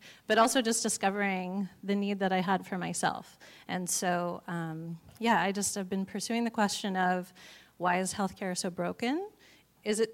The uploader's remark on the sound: Psychedelic Medicine x Design Pop Up at Stanford University d.school. Featuring a panel conversation. I recently co-hosted this live event at the Stanford University Hasso Plattner Institute of Design aka the dschool.